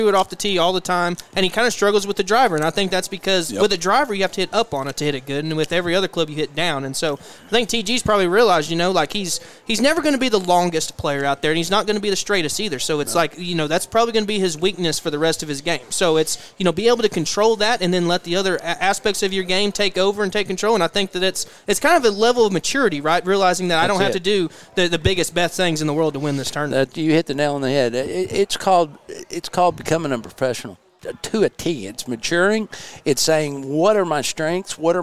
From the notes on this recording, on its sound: LIVE at First Tee of OKC Fundraiser! LIVE From The First Tee Scramble at Lincoln Park!